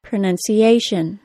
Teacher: Words that include T-I-O-N, as well as S-I-O-N, are stressed on the syllable before the T-I-O-N. That means in the word pronunciation, it is the tiny syllable that only contains the letter A that is stressed